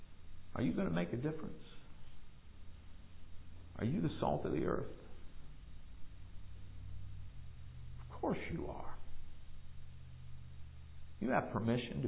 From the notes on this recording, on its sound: Recorded live in the sanctuary of MPPC.